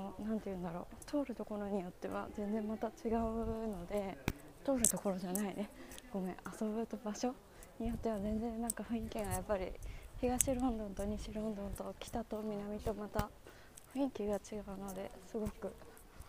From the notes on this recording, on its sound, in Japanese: 今回はケンブリッジにやってきました。歩きながら撮ってるのでお聞き苦しい点があったらごめんなさい。